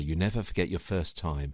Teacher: I didn't say you never forget your first time, because first and time, first ends with T, time starts with T, so you end up putting those two words together · Term: word merge